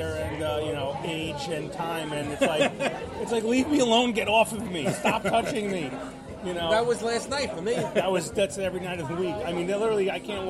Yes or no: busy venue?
yes